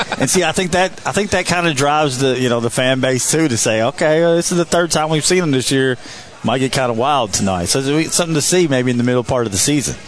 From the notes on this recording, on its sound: live from BJ Brewhouse in Evansville